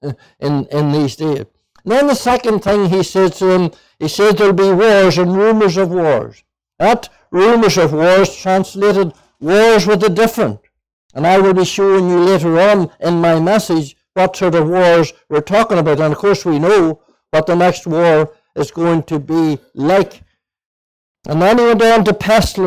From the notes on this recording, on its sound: (Junction 13 Gospel Mission). This audio was recorded at the Lifeboat Fellowship, Grange Corner, Moy.